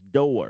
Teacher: words that we say as one syllable, like door, a Southerner will say as two syllables, door.